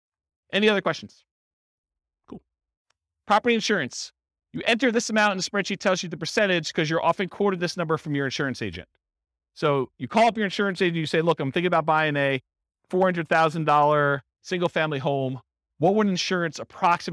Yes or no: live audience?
yes